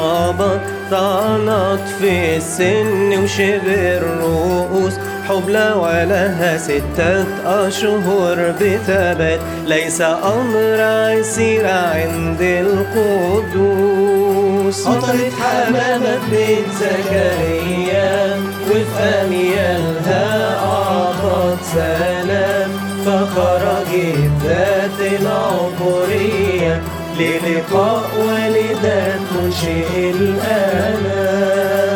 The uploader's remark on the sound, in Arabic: Version Mobil #خدمة_معزية_من_البيت. التسجيل_بالموبايلات_الشخصية. التسجيلات الصوتية بالموبايلات الشخصية.